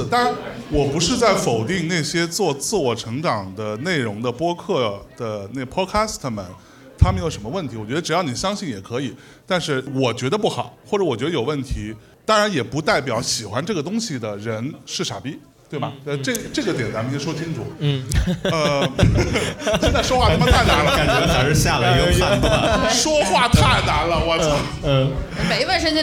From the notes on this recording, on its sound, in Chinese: 我们在北京举办了 音乐·聚我们——首届「播客松」+西海之声7周年聚会 活动。我们将经过修整剪辑过的现场录音内容。现场录音设备协力品牌：Focusrite、RODE 麦克风。